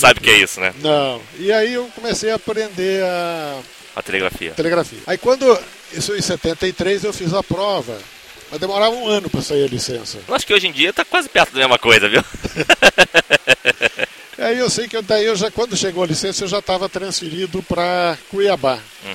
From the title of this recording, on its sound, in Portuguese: ao vivo da Ham Radio